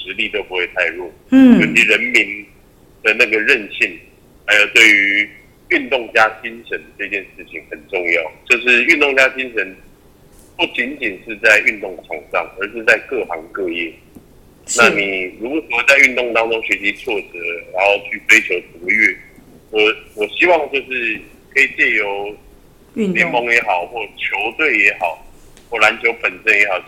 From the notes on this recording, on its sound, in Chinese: 本集因採電話訪問，錄音品質稍有影響，敬請見諒。